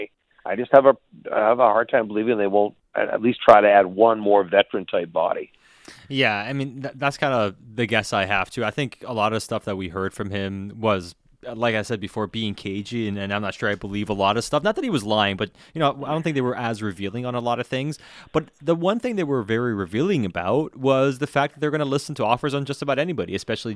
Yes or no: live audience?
no